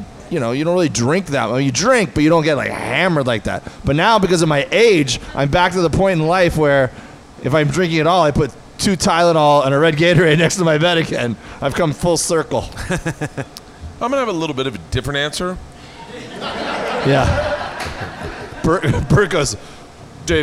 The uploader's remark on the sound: Live at The Gundo Comedy Festival.